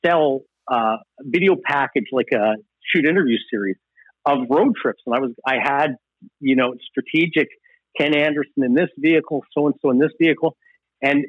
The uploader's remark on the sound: joins the show from a remote location on the phone